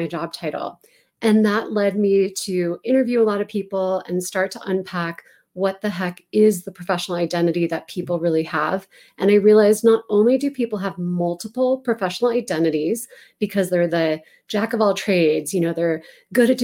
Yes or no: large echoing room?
no